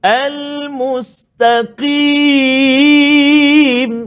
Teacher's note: Jadi mim tak tebal, sin tak tebal, ta tak tebal. Yang tebal, qaf sahaja.